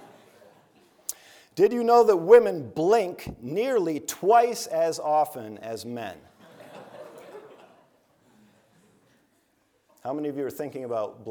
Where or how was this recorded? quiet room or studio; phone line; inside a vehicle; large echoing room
large echoing room